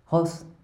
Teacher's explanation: making the sound deep in his throat, as though hawking with a bad cold